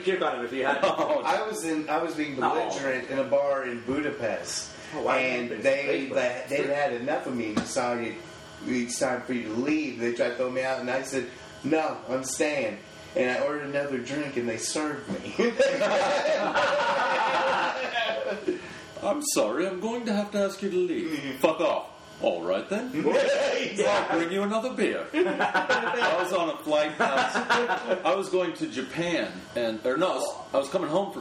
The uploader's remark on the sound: This episode was recorded at the Improv Comedy Club in Louisville, Kentucky.